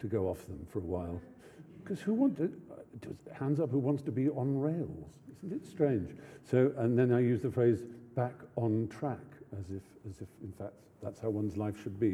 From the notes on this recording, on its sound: lecture at the University followed by Q&A